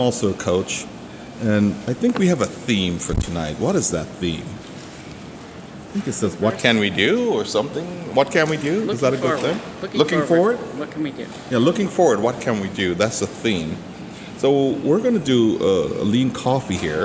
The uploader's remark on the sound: At the AgileTonight event on Tuesday, August 7, 2018, four Agile Alliance members shared stories about the direct effect of Diversity and Inclusion on their lives with a room full of other members. Four brave people decided to join me for this podcast at the Agile2018 conference in San Diego, CA.